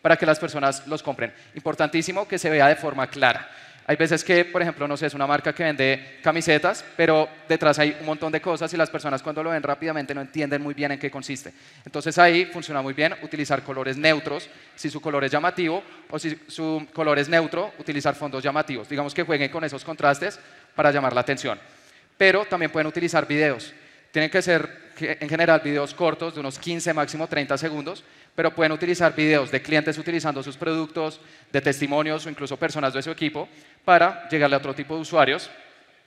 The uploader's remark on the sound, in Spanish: Te comparto la grabación de una conferencia que di en Medellín.